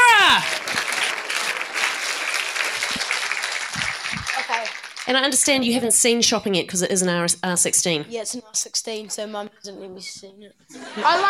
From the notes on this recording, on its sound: Meet The Filmmaker at Cinema Nova. Before a live audience at Carlton's Cinema Nova.